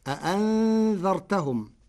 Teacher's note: قرأ ورش كلمة أأنذرتهم بتسهيل الهمزة الثانية وإبدالها ألفا، ووجه التسهيل والمد من أجل التخفيف وجمعا بين اللغات العربية.